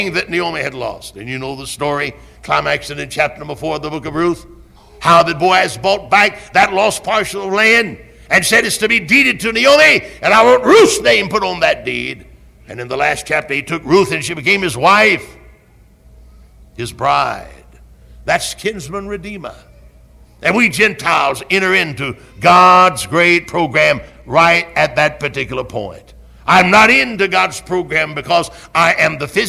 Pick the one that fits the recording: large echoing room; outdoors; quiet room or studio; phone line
large echoing room